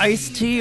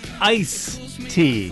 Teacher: the thing is, we leave the D out because we're, well, lazy · Shown in: second take